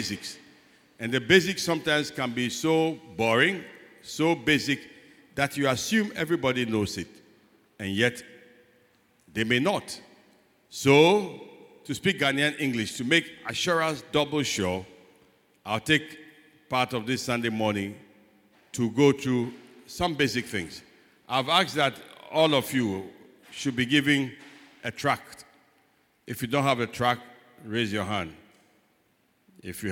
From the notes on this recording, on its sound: Sermon preached at CBC Shiashie Campus